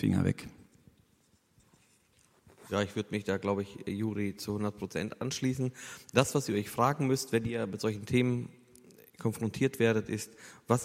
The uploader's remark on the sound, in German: Eine Frage aus unserem Q&A Abend